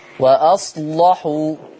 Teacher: خلي بالك من اللام بتاعت وأصلحوا، غلظيها شوية